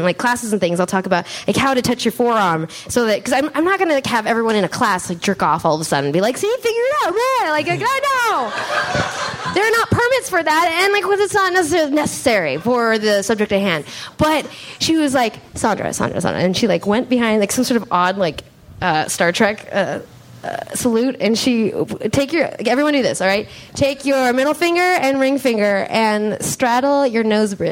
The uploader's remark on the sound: Live from Washington, DC!